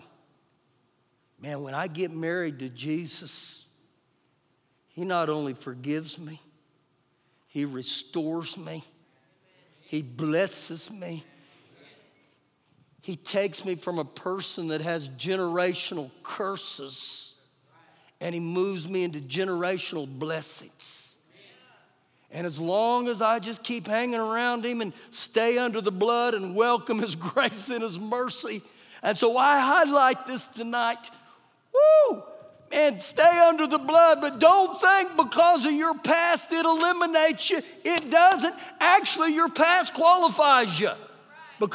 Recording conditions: live audience